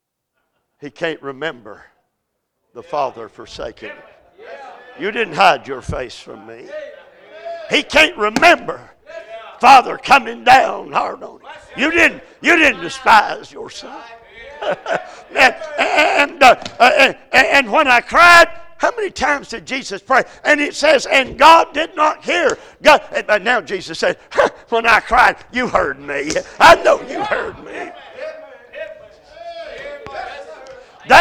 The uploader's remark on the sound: A message series preached at Crossroads Baptist Church by Dr.